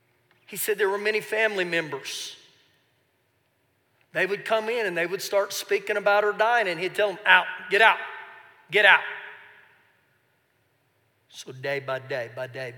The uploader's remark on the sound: Recorded live during our Wednesday night service